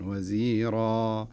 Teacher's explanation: لكن لو وقفت عليها هنا التنوين يذهب في حالة الوقف، ويعوض هذا التنوين، تنوين الفتح، بألف، وهذه الألف يمد مقدار حركتين · Term: مد عوض